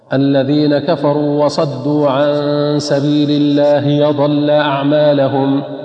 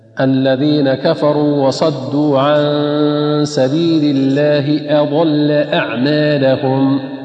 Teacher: والصواب أن تطلق همزة ليست مثل الياء · Shown in: second take